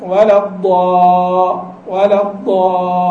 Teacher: الامتداد في الضاد فهو امتداد في المخرج وامتداد في الصوت · Term: الاستطالة